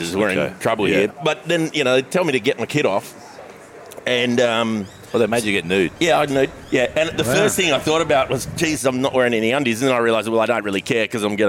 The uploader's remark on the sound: This podcast was recorded at Bamfords Kirribilli.